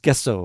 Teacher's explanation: So I guess it's Gesso with a little bit of a glottal stop pause in there.